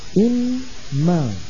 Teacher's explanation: إن ما هنا النون خفيفة والهمزة مكسورة